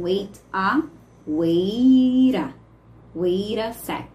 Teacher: um T final e uma vogal depois, a gente pode ter essa variação desse T para um som de R